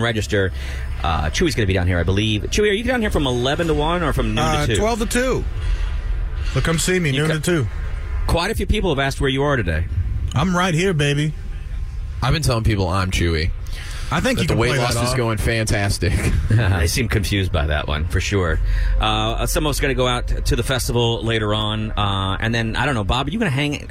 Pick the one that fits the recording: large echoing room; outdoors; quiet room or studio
outdoors